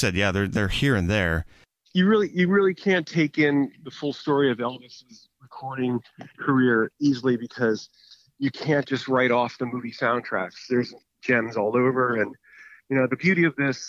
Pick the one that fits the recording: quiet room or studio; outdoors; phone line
phone line